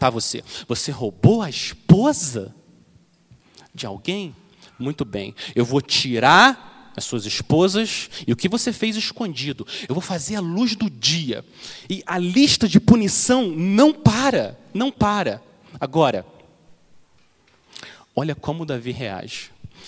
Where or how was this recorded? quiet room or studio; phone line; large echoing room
large echoing room